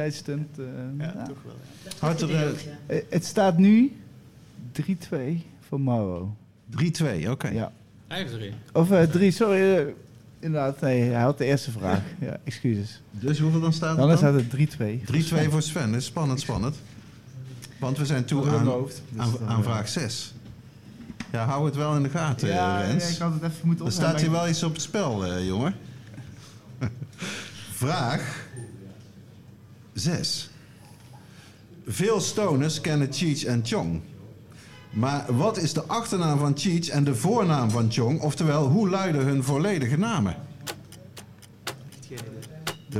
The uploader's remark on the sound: High Tea Potcast Live at High Times